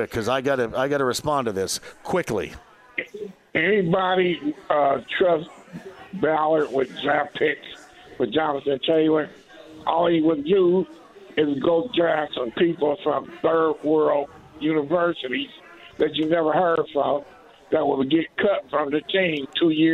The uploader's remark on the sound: Live From Union Jack Pub